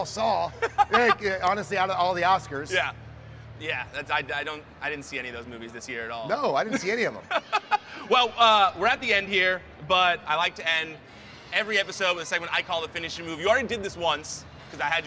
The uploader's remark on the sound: live at WWE Superstore Axxess in Dallas during WrestleMania week